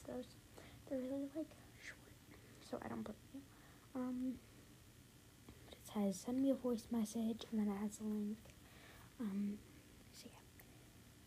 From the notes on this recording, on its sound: the audio was SO BAD I’m so sorry!